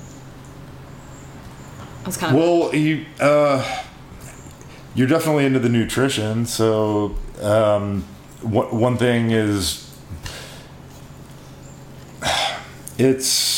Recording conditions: sounds in the background